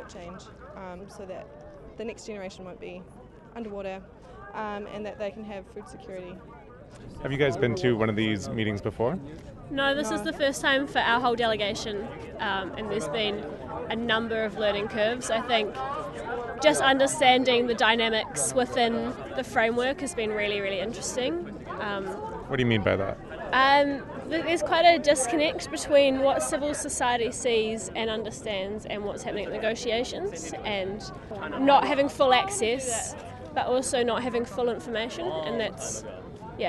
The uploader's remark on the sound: on the last day of the conference, we caught up with a few youth groups from around the world